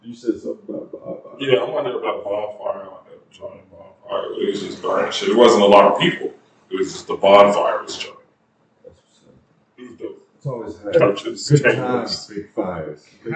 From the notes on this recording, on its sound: Sorry for the poor mic quality here